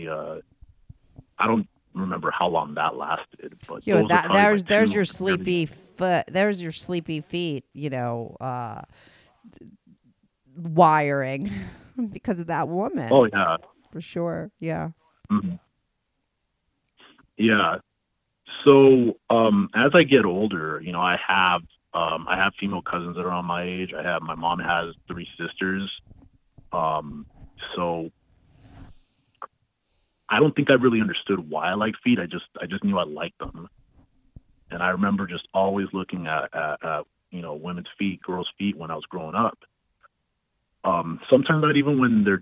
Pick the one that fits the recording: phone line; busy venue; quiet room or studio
phone line